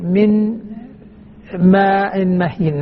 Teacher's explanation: النون مع الميم إدغام بغنة وهو كامل ولذلك وضعوا شدة على الميم.